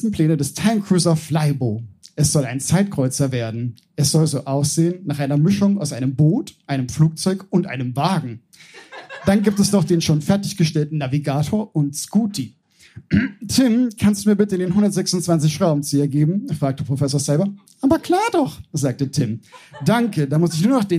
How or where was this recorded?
live audience